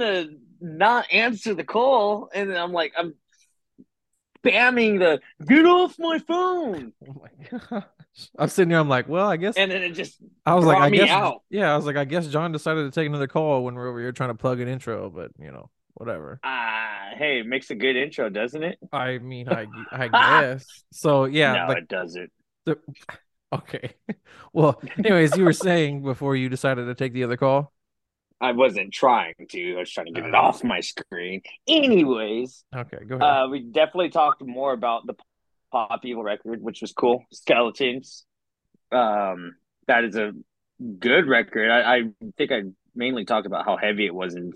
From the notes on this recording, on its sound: if the audio sounds a bit off, we were still doing the zoom calls on this episode.